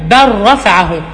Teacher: شوف بر رفعه ما بنطقش خالص اللام بتضغم